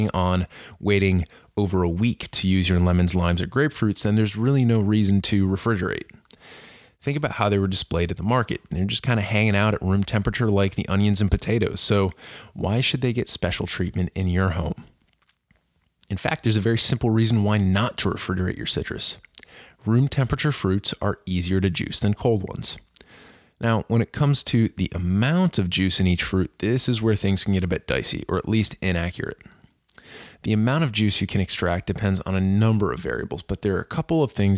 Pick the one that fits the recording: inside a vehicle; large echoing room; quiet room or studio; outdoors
quiet room or studio